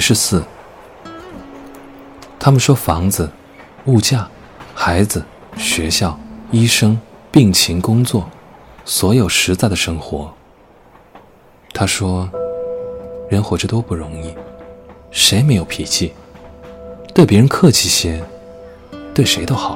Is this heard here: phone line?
no